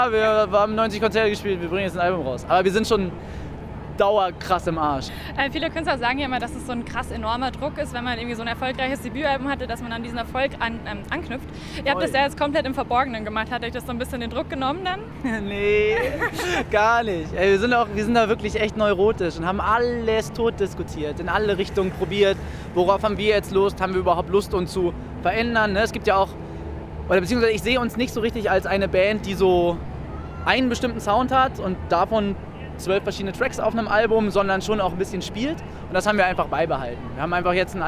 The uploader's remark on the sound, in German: Die Störfunksredation war live vor Ort auf dem Oben Ohne Festival in München.